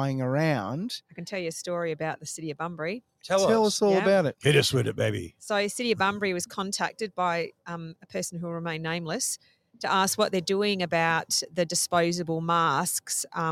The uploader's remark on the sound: Live from Railway Memorial Park Bunbury